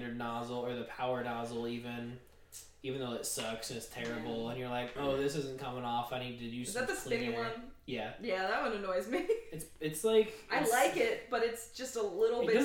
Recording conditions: echo